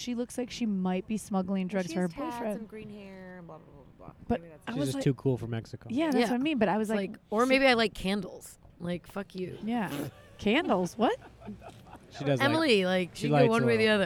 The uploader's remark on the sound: Recorded on a rooftop in Los Angeles.